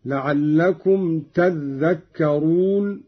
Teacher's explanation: قوله تعالى: لعلكم تذكرون، قرأ قالون بتشديد الذال هكذا: لعلكم تذكرون، على إبدال التاء ذالا وإدغامها في الذال